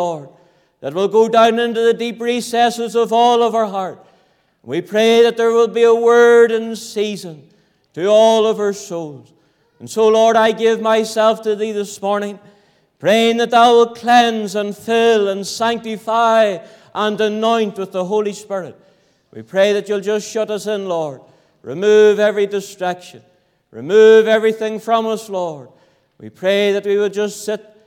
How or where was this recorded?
large echoing room